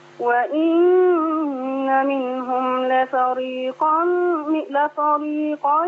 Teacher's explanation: انتبهي إلى ترقيق حرف الفاء